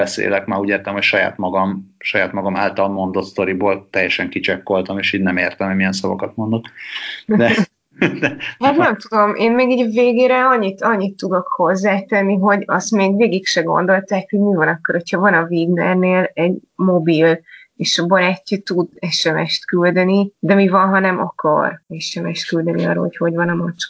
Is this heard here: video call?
yes